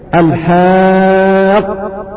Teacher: فإذا سأل سائل وقال أين السكون، فنقول إن الحرف المشدد بحرفين، الحرف الأول ساكن والثاني متحرك، الحاقة، فالقاف الأولى عليها سكون والقاف الثانية عليها الحاقة على فتحة، فأدغم الساكن في المتحرك فصار حرفا واحدا مشددا، وهذا معنى وجود السكون في المد اللازم ثابت وصلا واصفا، الحرف المشدد دائما بحرفين.